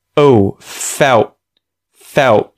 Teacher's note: I'm not putting the tongue to the top of my mouth to say ooh. I'm just using my lips.